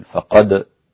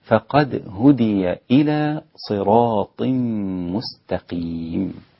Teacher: فقد هدي، انتبه إلى قلقلة الدال مع رقتها، لا تقل فقد، لا، الدال رقيقة حتى مع شدة القلقلة · Shown in: second take · فقد هكذا: فقد هدي إلى صراط مستقيم.